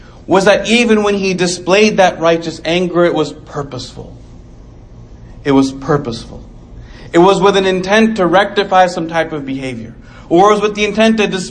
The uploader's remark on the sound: Delivered 8/23/2019 Islamic Center of Coppell